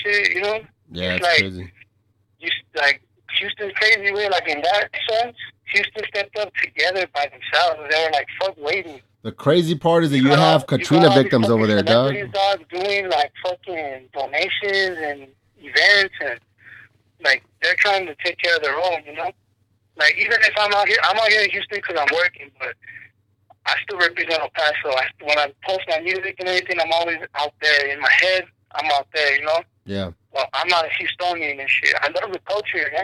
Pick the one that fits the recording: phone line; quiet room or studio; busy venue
phone line